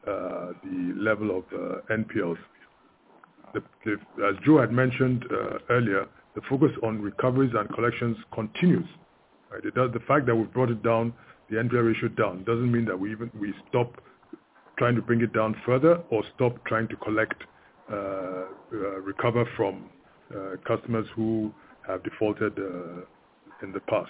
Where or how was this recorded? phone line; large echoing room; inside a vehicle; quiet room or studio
phone line